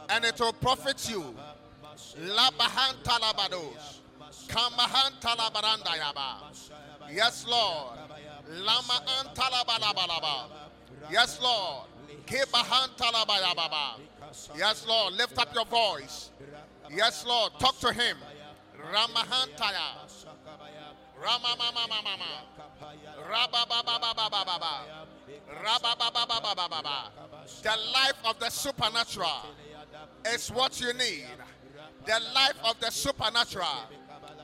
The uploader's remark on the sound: preached at God's Haven Ministries, The Purpose Assembly on Sunday 04th June, 2023.